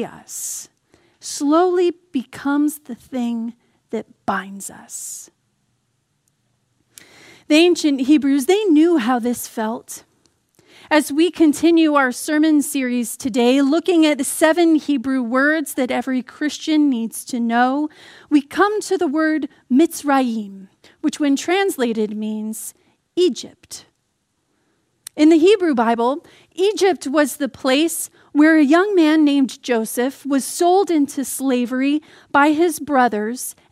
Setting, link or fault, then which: setting, large echoing room